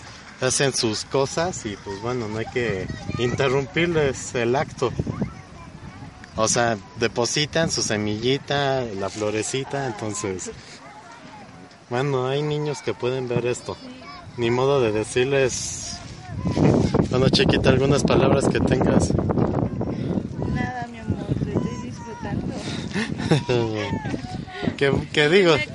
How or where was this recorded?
inside a vehicle